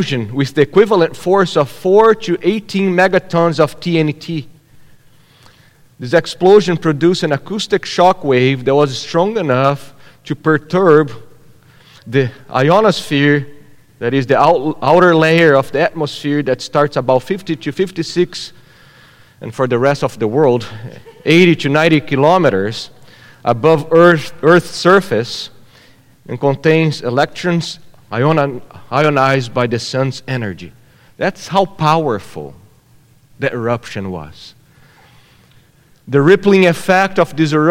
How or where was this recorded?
large echoing room